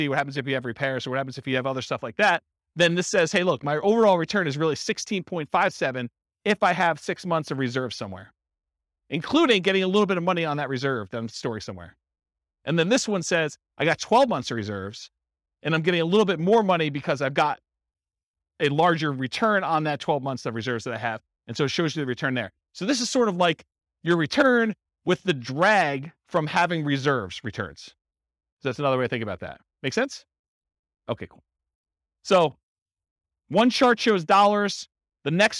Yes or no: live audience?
yes